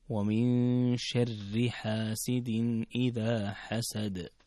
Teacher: إذا وصلتها تكون الراء مرققة